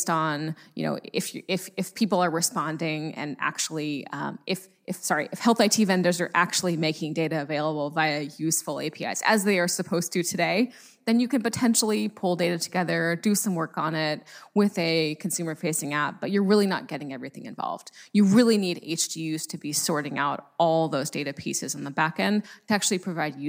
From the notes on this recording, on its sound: From WEDI's National Conference this past October in Washington DC.